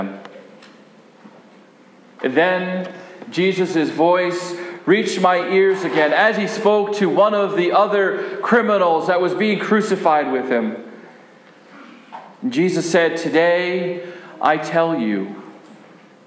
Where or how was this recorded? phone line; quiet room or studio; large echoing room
large echoing room